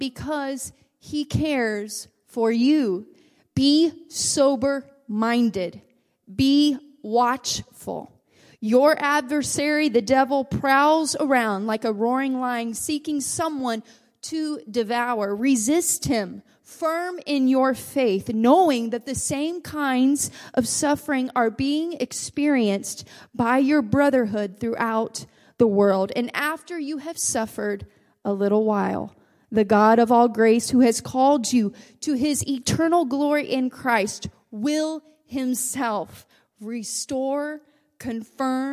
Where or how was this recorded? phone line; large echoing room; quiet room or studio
large echoing room